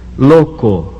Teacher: O tem o som de O sempre fechado.